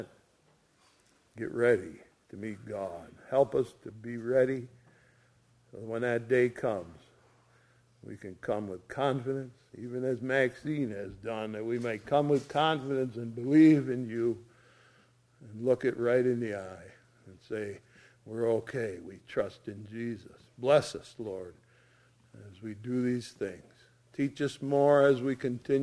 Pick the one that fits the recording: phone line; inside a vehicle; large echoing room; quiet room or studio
large echoing room